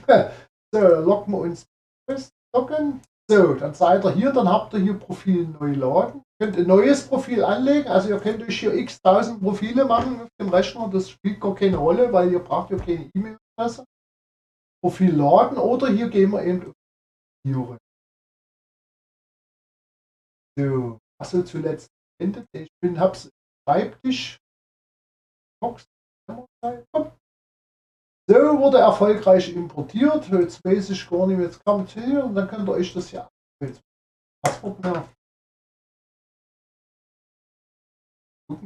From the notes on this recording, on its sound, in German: Für den Ton bitte ich um Entschuldigung.